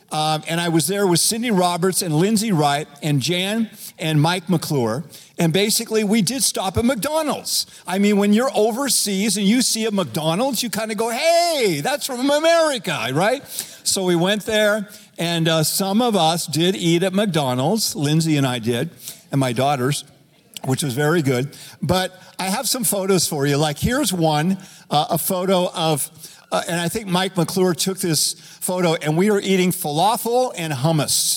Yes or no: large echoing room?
yes